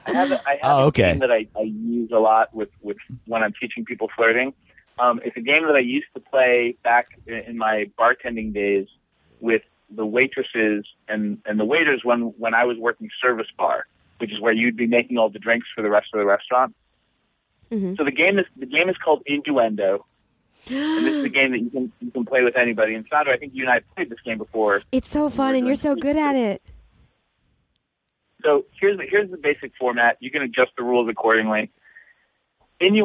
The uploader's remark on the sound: Calls in to break down flirting do's and don'ts. It's our first phone interview!!!